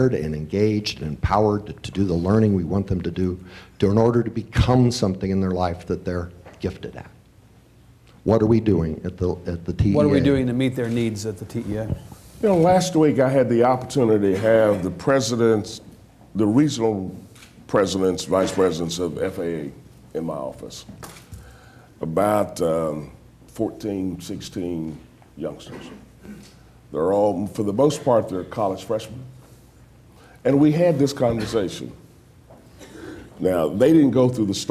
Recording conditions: live audience